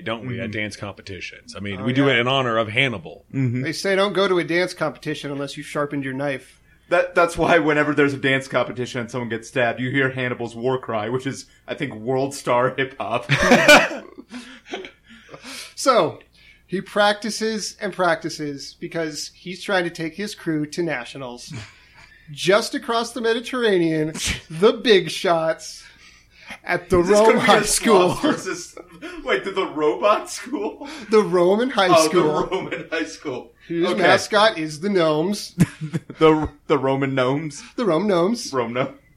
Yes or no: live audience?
no